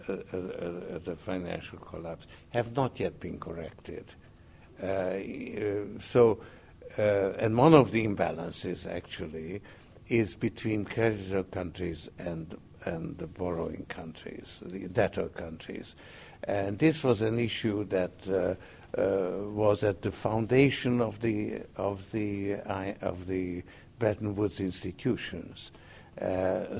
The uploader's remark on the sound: He's given 50 million dollars over ten years to set up the Institute for New Economic Thinking (INET), whose inaugural conference this is.